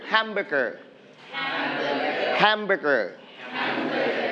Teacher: We are going to stress on the first syllable, ham.